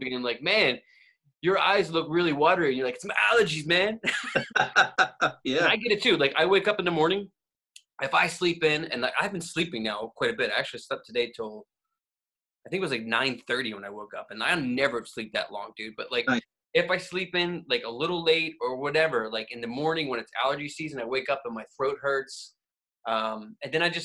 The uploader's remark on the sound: Zoom style podcasts back to back. Quarantine 2020.